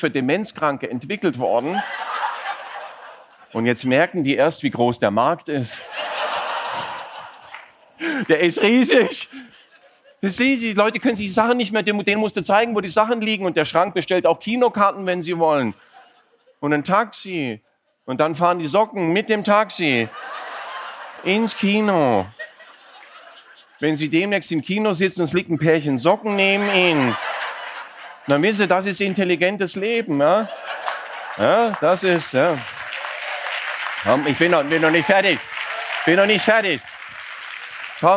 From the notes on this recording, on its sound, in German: Im Außeneinsatz. Teile des Auftritts und Teile dieses Gesprächs im Rahmen des "Comedy for Future Festivals".